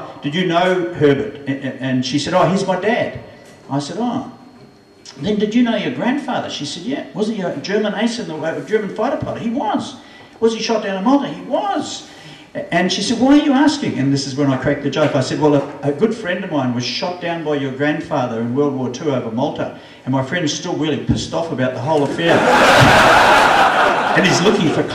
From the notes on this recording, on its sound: This recording was made on the 14th of May 2011 at the Cambridge Club, in Cambridge at the Wings Over New Zealand Aviation Forum’s annual gathering